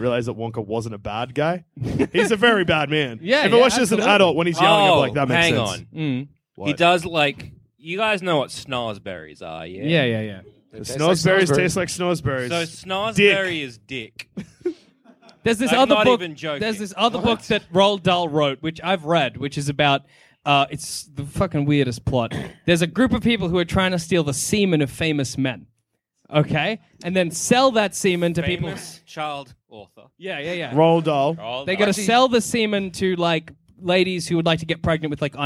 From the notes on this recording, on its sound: Recorded from Melbourne Fringe in 2017